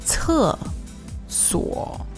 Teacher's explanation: we've got a very pronounced T-S kind of t. It's a C-E, 厕所.